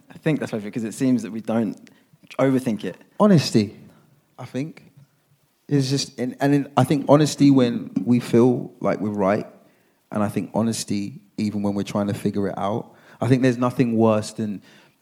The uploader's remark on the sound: This Special is the full show of night one - the first ever SPILL: Live.